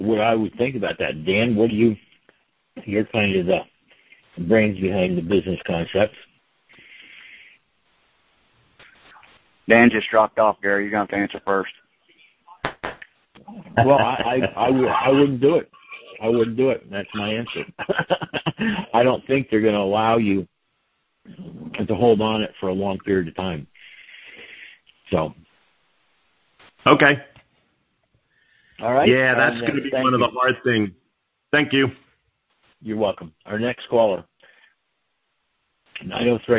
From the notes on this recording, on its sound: Here is a conference call